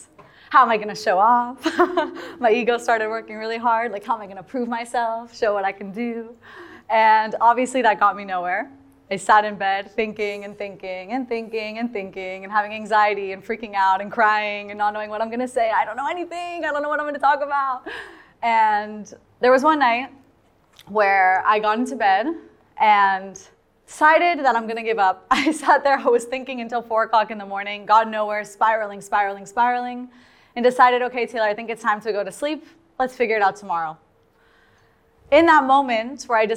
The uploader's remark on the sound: Listen to the full audio of my first live speaking event in Tel Aviv! Added the audio from the live event itself for everyone who missed it!